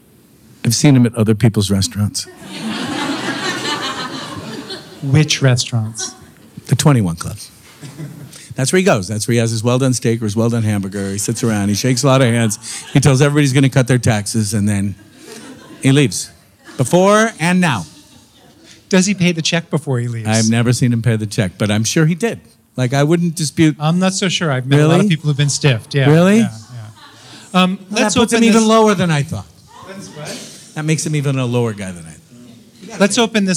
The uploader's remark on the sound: This week we are very happy to present the keynote panel from the 2017 Food Book Fair, recorded live from Liberty Hall at the Ace Hotel New York. From the always poppin lobby of the Ace Hotel.